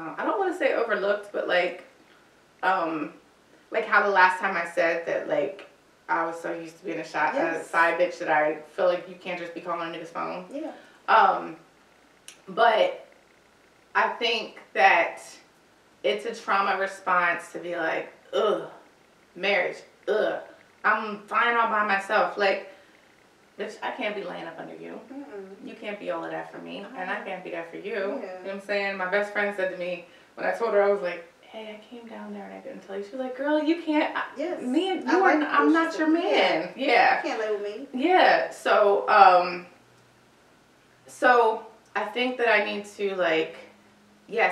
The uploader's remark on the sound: Also, the sound quality is a little off because I ran out of space on my hard drive.